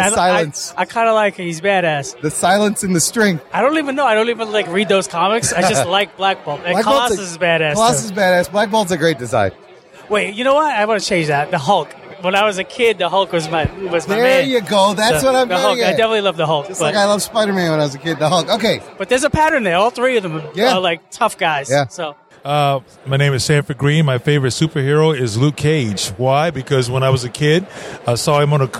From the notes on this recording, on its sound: take you live to the floor of the 10th annual Chicago Comic & Entertainment Expo!